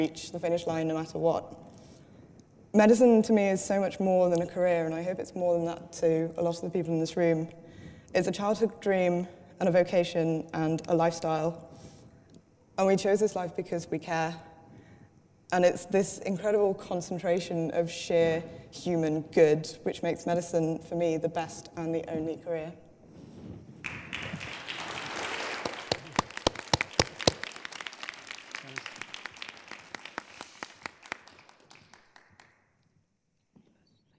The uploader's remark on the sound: During the Big Debate at BMJ Live in London last week six speakers argued for and against the motion. After presentations from the six speakers and questions from the floor, the audience voted in favour of the motion.